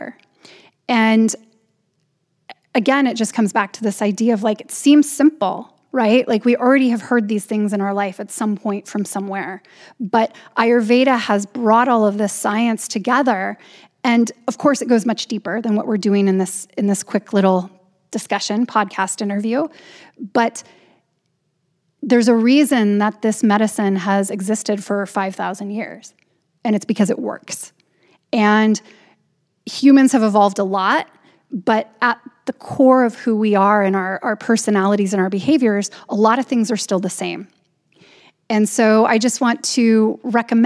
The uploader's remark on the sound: Recorded it in front of a live audience at their Zest Wellness Weekend held in Hemsedal at the Fyri Resort.